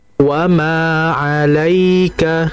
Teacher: ada madlin ya mati, ada huruf sebelumnya berharokat fathah, maka harus dialirkan dengan dua harokat kurang lebih